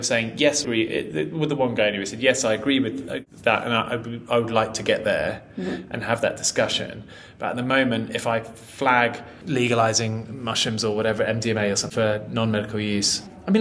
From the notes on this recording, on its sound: Recorded at MAPS Psychedelic Conference